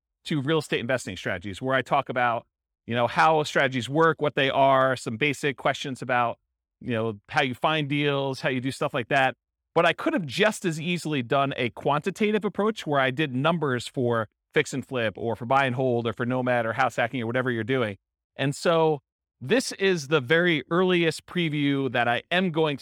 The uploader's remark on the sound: This was a live class recorded in Fort Collins